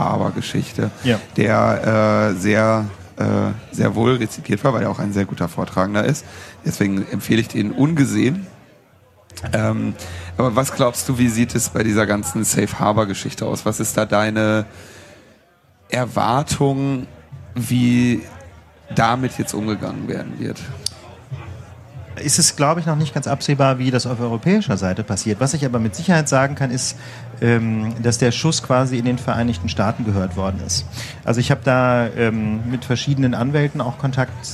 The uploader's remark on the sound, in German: Chaos Communication Congress (32C3) und haben uns auf die Bühne des Sendezentrums begeben um eine Sendung live vor Publikum aufzunehmen.